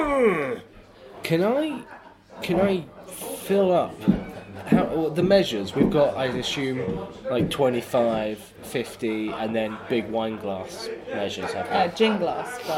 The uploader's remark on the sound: Recorded in an actual pub, which it turns out makes editing hard!